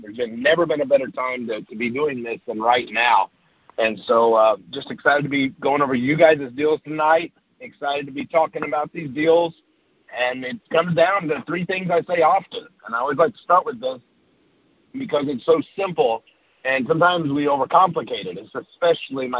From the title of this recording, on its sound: Gold Club Q&A Call